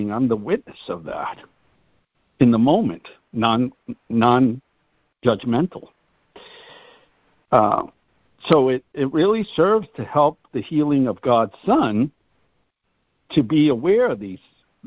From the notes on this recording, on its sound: ACIM Daily Conference Call.